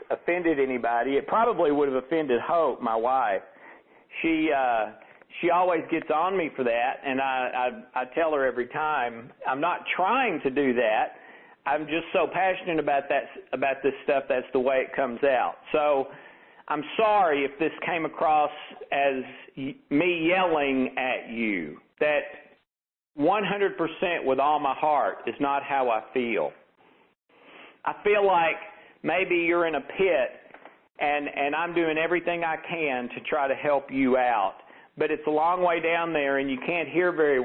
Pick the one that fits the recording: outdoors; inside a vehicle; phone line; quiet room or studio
phone line